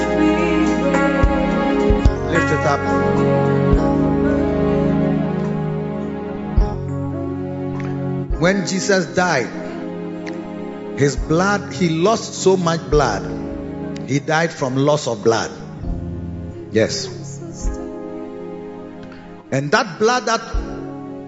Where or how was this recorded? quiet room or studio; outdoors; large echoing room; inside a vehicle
large echoing room